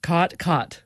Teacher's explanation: the caught merger, or in linguistic circles, the low back vowel merger, which is sort of the biggest marker of Western speech